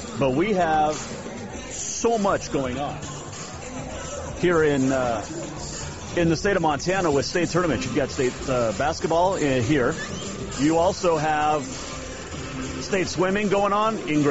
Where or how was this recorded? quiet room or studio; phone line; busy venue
busy venue